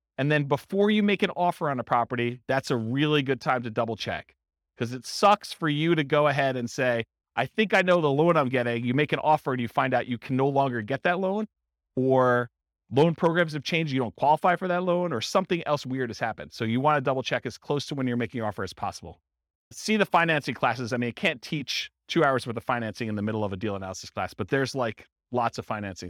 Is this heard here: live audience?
yes